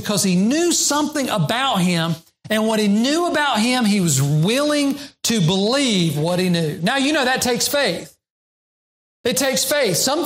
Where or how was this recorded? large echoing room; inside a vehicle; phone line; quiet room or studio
large echoing room